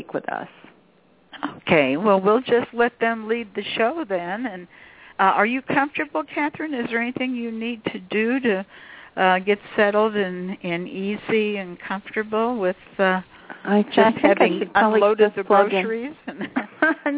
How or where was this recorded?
phone line